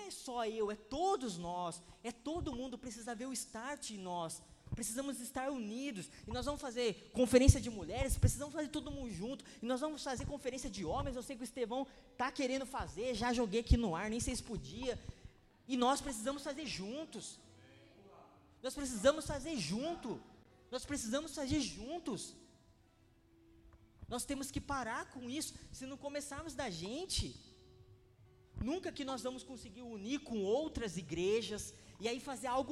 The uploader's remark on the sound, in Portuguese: Palavra Ministrada no dia 22/02/2020 na Impacto Conference 2020